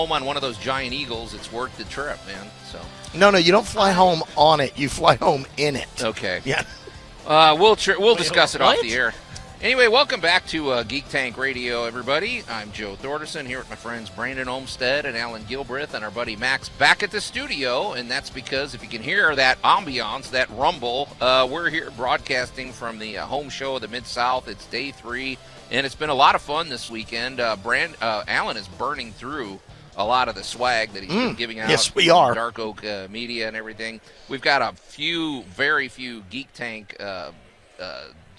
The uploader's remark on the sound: Live From The Agricenter